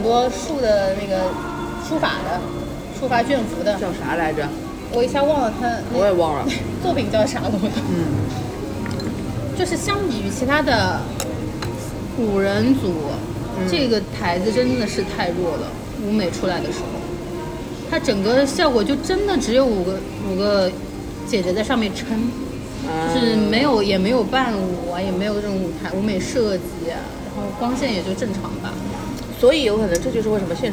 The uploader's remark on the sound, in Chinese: 每次录制基本都是在餐厅吃饭，没有条件升级录音设备，介意勿拍（划掉）勿听。